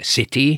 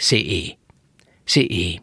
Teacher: Ugye hallatszik, hogy ahol T van a helyesírásban, ott helyette hangszalagzár van. · Shown in: second take